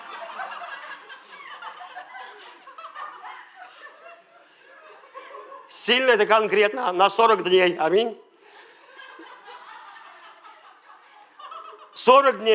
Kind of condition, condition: setting, large echoing room